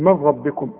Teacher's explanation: النون تسقط لأن بعدها راء، نقول من ربكم، اشبك الميم مع الره.